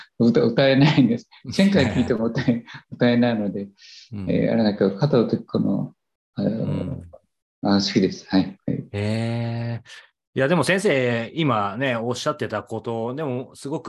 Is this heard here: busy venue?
no